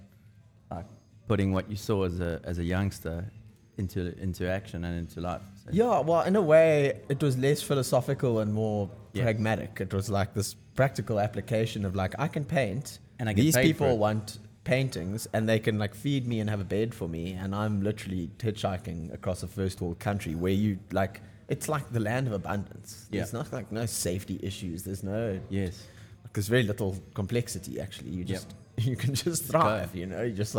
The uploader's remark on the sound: Podcast shot on location at : Lifestyle Surf Shop Cape Town